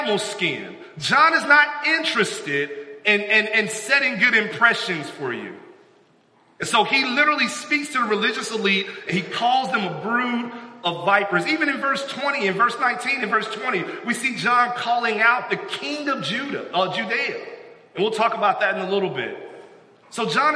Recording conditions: large echoing room